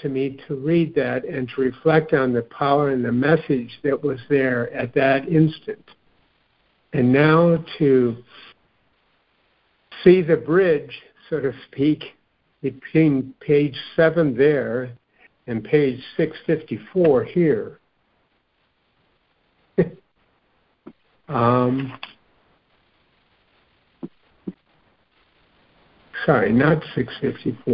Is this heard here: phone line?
yes